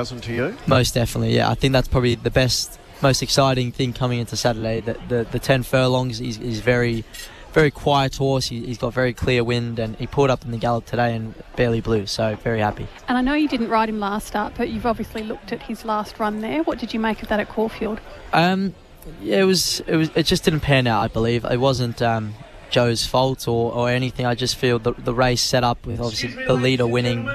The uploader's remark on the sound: live from the Cox Plate barrier draw